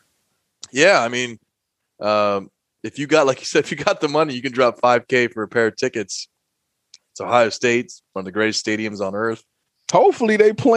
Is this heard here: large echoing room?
no